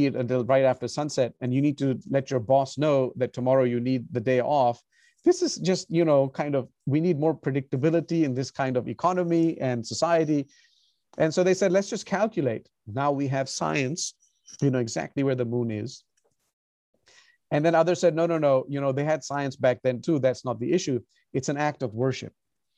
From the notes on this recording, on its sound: recorded on Zoom